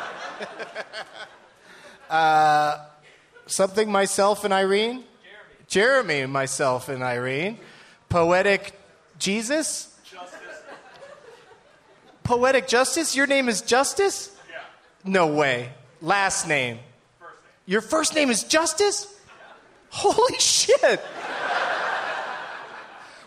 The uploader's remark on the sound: Live from the Tempe Improv in Tempe, Arizona